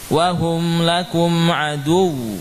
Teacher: Jadi kalau bukan kol-kolah, ya dinaikkan intonasinya supaya apa? Nampak tasydidnya, tidak hilang.